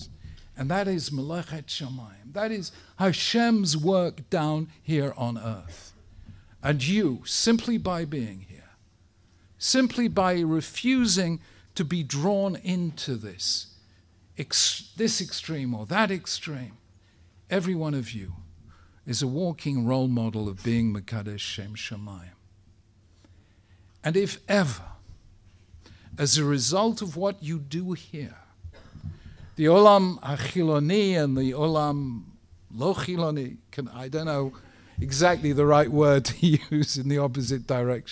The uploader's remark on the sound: Speaking at the Beit Knesset Feigenson